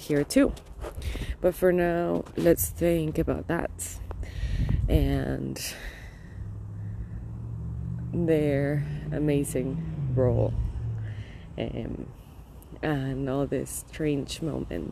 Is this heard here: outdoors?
yes